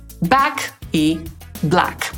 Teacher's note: To dźwięk między polskim A a E